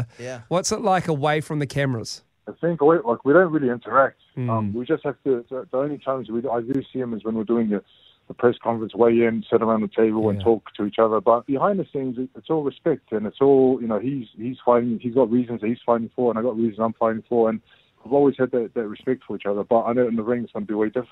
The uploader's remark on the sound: Today we are joined on the phone.